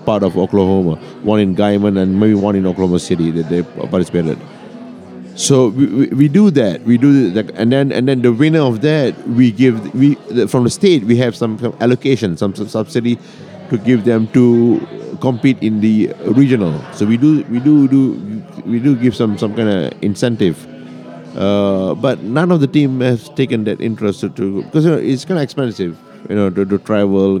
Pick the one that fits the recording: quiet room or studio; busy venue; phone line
busy venue